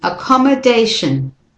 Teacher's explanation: And in accommodation, the second O of the syllable of where the MOD is, that O is also a schwa. It's the weak syllable and so is the shin.